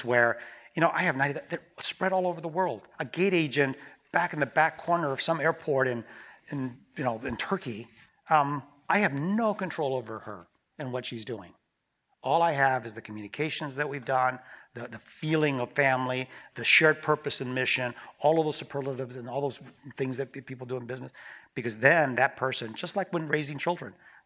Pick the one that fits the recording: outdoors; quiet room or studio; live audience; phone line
live audience